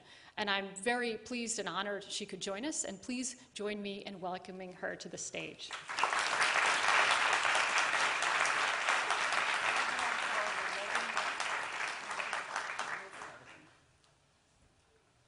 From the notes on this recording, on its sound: Questions from the audience